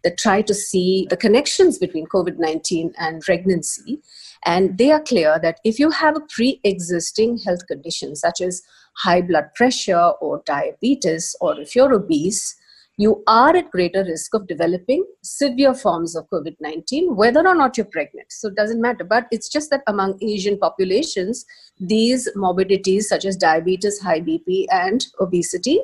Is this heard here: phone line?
no